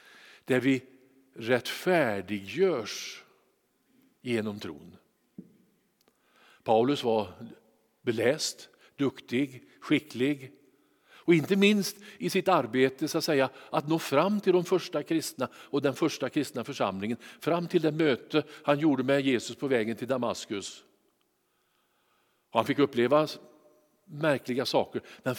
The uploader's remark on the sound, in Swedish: Inspelning från Immanuelskyrkan Skövde.